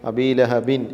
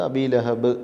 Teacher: അതേ സ്ഥാനത്ത് ദമ്മിൻ്റെയോ അല്ലെങ്കിൽ കസറിൻ്റെയോ തൻവീനാണെങ്കിൽ അത് ഒരിക്കലും ഉച്ചാരണത്തിൽ വരില്ല, പകരം ആ അക്ഷരത്തിന് സുക്കൂനായിരിക്കും എന്നതുമാണ്. ഇപ്പോൾ അബീലഹബിൻ എന്നത് അബീലഹബ് എന്ന് ബാഇന് സുക്കൂൻ ചെയ്ത് പറയുന്നു. · Shown in: second take · ഇപ്പോൾ അബീലഹബിൻ എന്നത് അബീലഹബ് എന്ന് ബാഇന് സുക്കൂൻ ചെയ്ത് പറയുന്നു. അപ്പോൾ കസറിൻ്റെയും ദമ്മിൻ്റെയും തൻവീനുകളുടെ പ്രത്യേകത അത് ഉച്ചാരണത്തിൽ ഒരിക്കലും വരില്ല, പകരം ആ അക്ഷരത്തിന് സുക്കൂനായിരിക്കും എന്നതാണ്.